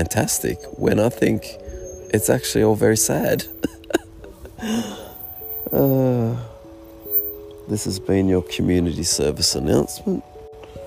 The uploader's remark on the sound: Coming at you from my Australian Geographic camping hammock, somewhere along the Great Ocean Rd